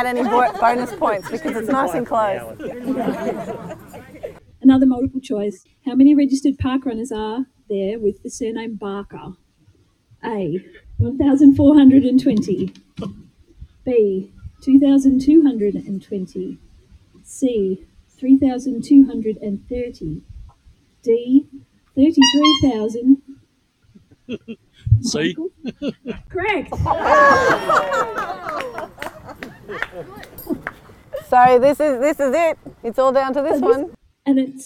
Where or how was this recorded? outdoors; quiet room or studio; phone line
outdoors